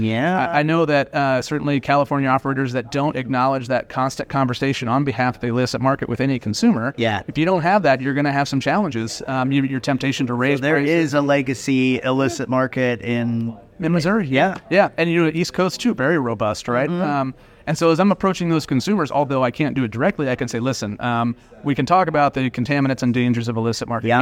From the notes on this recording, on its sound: interview recorded on-site at the Benzinga Cannabis Capital Conference in Miami